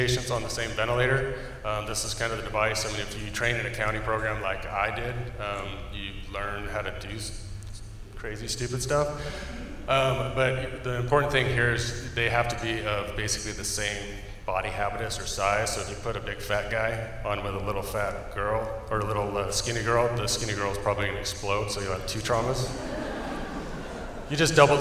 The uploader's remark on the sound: OCFA's Vegas Strong After Action Conference. Four presentations were given at the conference and are being presented in podcast-form here.